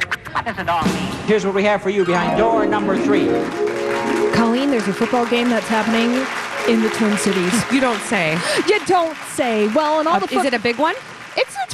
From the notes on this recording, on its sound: Live from The AC Hotel!